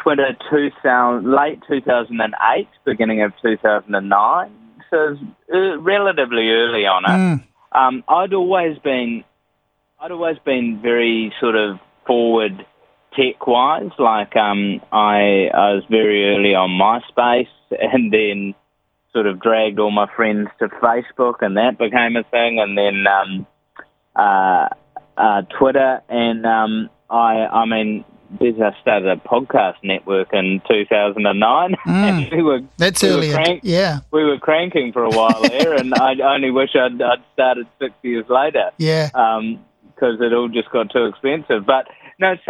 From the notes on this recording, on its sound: A phone conversationw with TV host and comedian